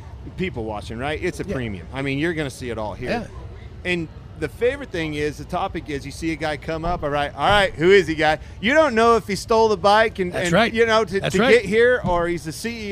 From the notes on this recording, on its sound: LIVE FROM STURGIS.